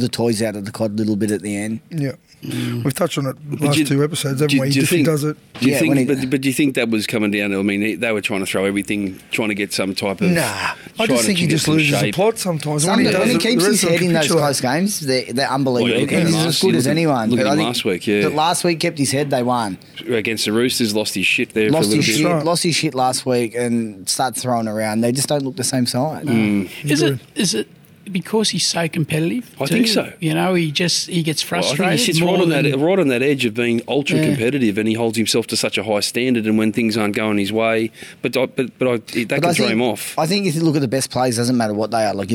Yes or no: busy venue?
yes